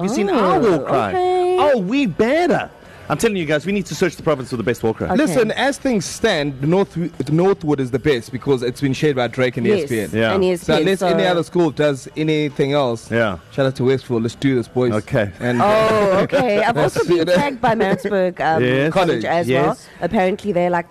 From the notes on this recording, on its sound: It's a leap year birthday bash at Spur. The East Coast Breakfast team are broadcasting LIVE from Spur Sibaya on the extra day of the year.